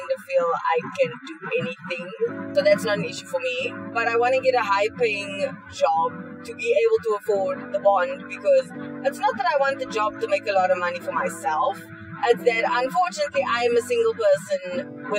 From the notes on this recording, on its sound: Records in traffic. Apologies for the audio quality, next week will be back to the usual set up.